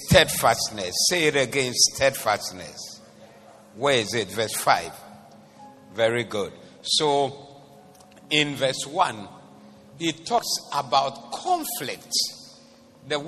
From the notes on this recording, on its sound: Preached at the Doxa Service 14012024